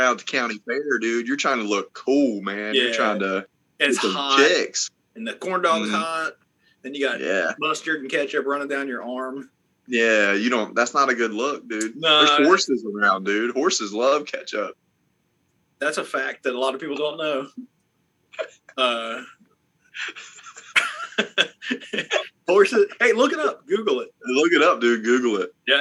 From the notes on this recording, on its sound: Snow, Ice and That C-vid could not keep us away for another week! Well, it did but we came together via zoom to bring you a new episode full of dumb stuff.